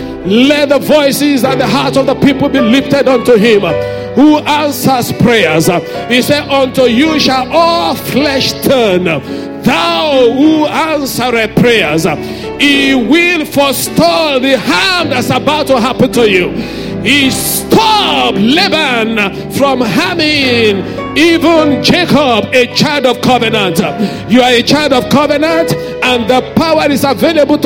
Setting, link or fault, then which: setting, large echoing room